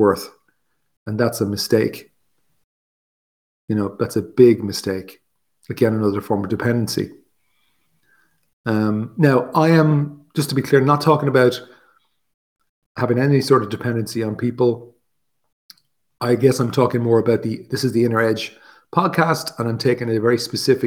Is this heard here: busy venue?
no